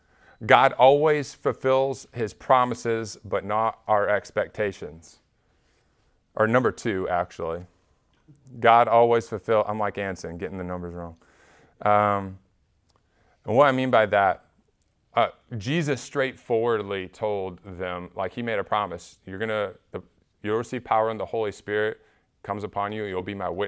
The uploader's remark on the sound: Recorded at Emmaus Church in Buford, GA on Wednesday, Nov 30, 2022.